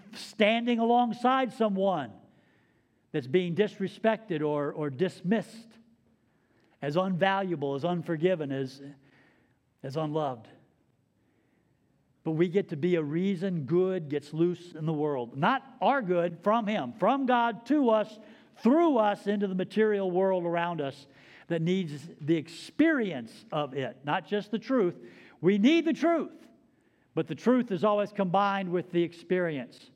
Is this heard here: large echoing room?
yes